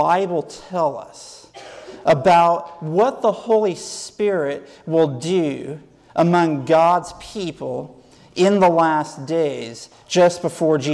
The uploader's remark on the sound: Sermon given at Fairplain Benton Harbor, MI SDA church on 2/20/2010.